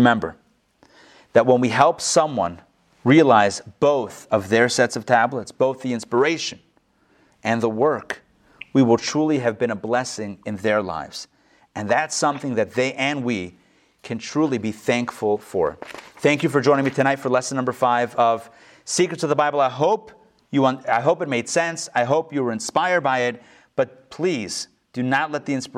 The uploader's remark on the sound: Recorded live in Atlanta on November 24, 2020